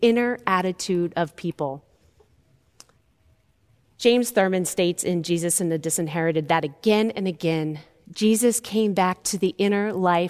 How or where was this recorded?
large echoing room